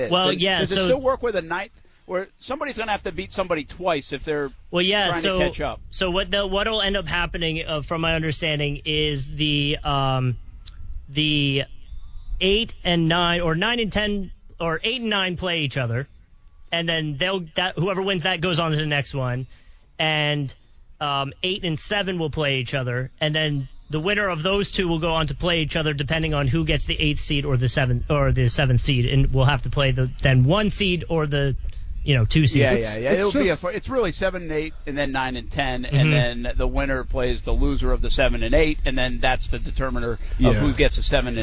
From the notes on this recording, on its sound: live from the Jumbo Shrimp game